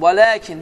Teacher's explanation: Və ləkin, əlifdir. İki hərəkə miqdarında uzadılır.